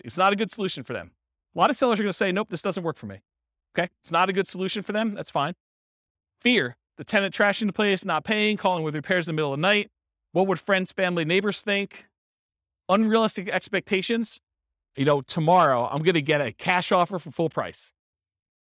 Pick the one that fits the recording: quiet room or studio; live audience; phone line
live audience